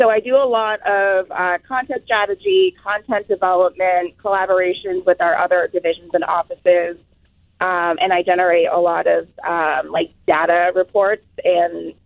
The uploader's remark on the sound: People called in anonymously and told us what they do for a living.